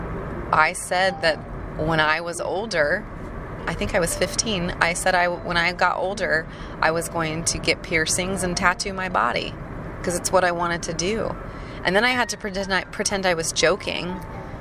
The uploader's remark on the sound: Hopefully the road noise isn't too distracting.